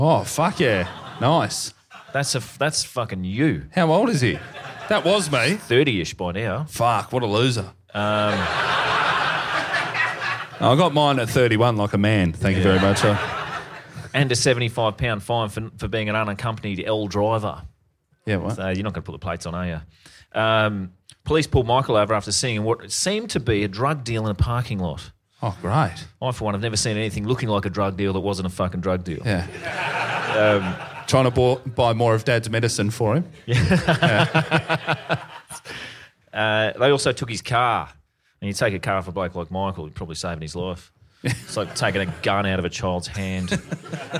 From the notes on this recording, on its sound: LIVE IN PERTH. MFB HQ heads out to the wild west for their first ever live Perth show. They are joined by two special live guests!